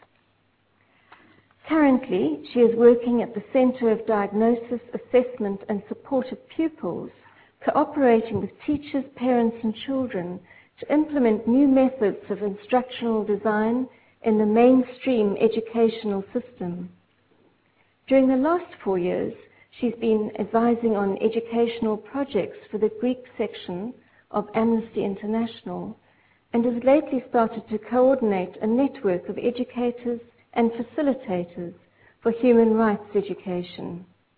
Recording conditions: large echoing room